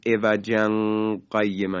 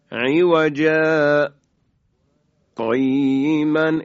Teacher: صوتمون یه لحظه قطع میکنیم اما نفس دیگه نمیگیریم · Shown in: second take · به این شکل عوجا قیمن ادامهشو میخونیم. · Term: سکت